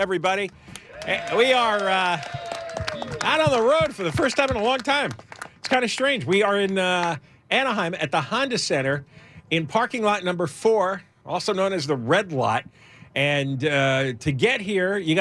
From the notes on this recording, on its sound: LIVE at the Honda Center in Anaheim